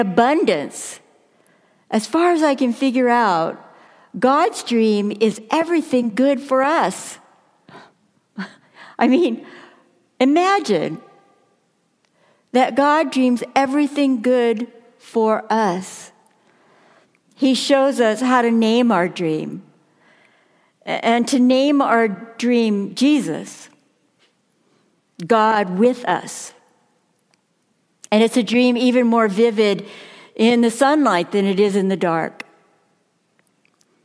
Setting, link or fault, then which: setting, large echoing room